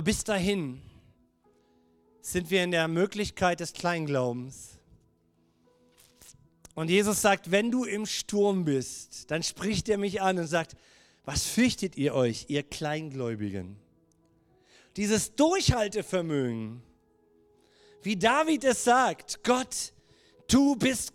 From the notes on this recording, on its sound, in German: Gottesdienst Predigt.